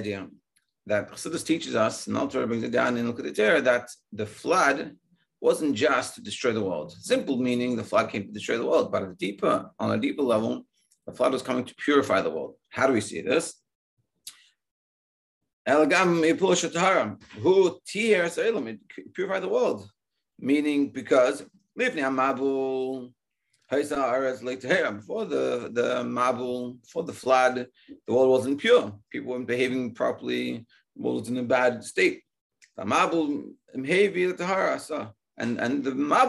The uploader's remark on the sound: Daily Zoom Shiur